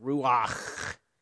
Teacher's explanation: It's one of those fun words to say because you get to make that guttural sound